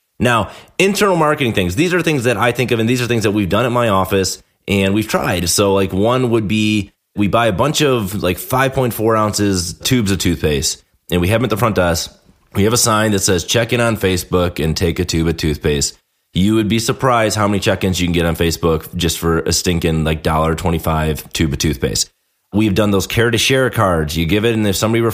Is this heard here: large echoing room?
no